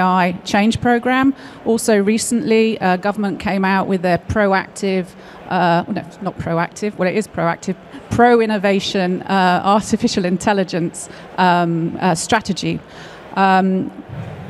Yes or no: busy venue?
yes